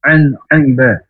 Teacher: Karena huruf ain dari tenggorokan yang tengah. Nun sukun bertemu dengan huruf ain, an ibad.